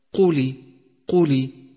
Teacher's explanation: أن توضح كسرة اللام في كلمة قولي